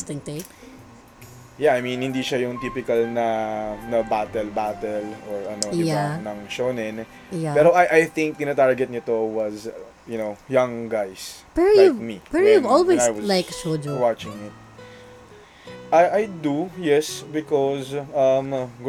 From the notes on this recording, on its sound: We tried to record in one location using one mic, and it seems the sound did not come of as okay as we'd hope. Even with all the noise and sound quality differences.